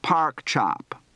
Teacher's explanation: Note the R is very heavily pronounced.